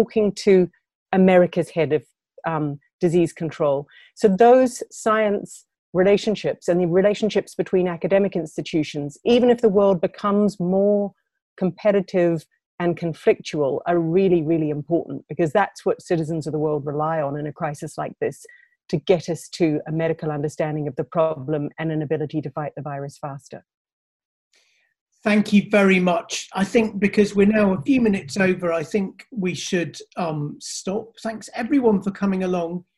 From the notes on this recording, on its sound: we share exclusive audio from our first ever webinar for subscribers, held last Friday